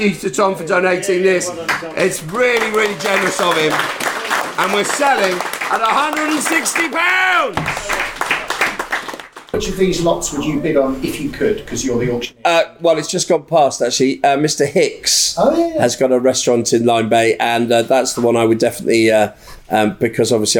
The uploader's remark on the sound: A special episode recorded at the RNLI charity auction they recently hosted in Lyme Regis. This edition is a mix of stories told from the lifeboat house as well as some of the best bits recorded live during the auction. Turns out a lifeboat station isn’t a good substitute for a recording studio.